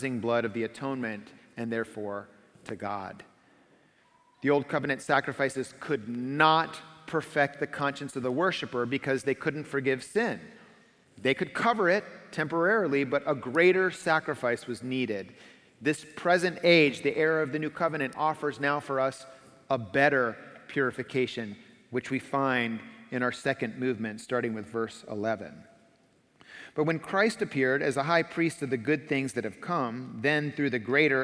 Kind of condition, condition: setting, large echoing room